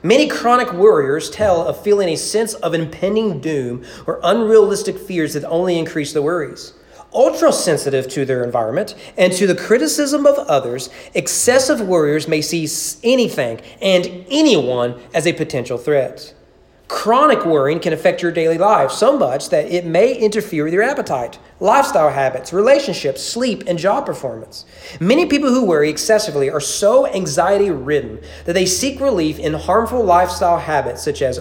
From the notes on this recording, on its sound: Sermon preached on February 7, 2020 during evening worship.